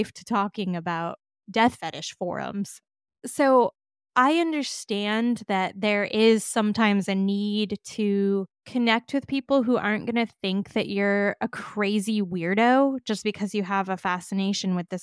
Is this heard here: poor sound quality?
no